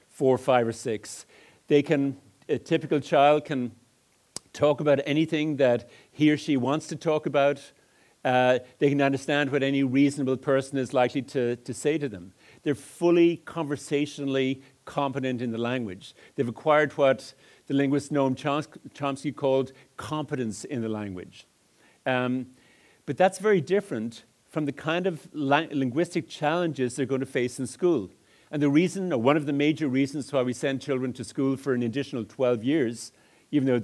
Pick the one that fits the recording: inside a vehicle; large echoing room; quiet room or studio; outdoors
large echoing room